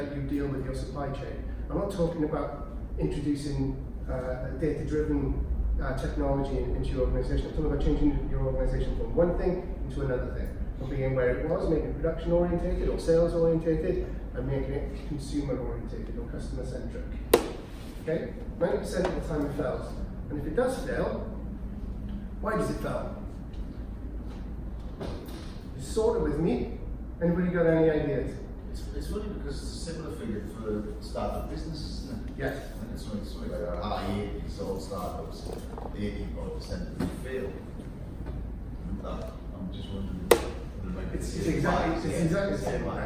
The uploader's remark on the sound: Audio of a talk given at the Royal Mint on the role of people in the transformation process for the ION leadership programme at Swansea University.